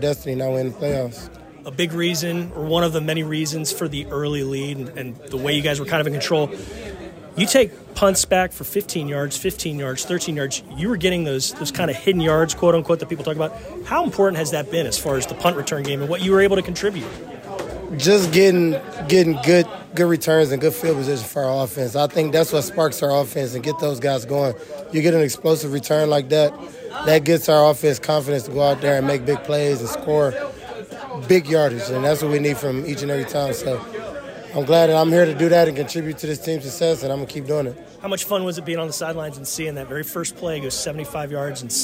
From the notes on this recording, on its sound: Goes inside the locker room with some excited players.